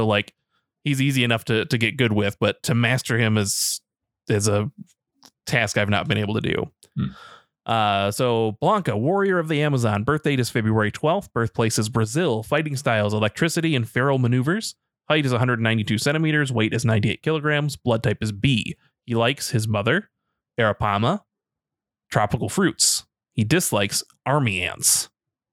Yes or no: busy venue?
no